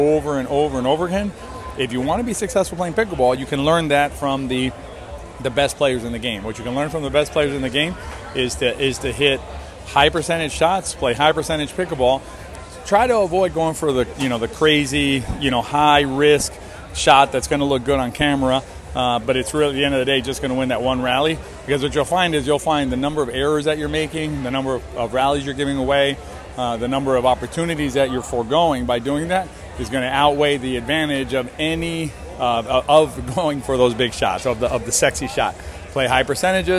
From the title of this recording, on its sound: Live from the 2021 US Open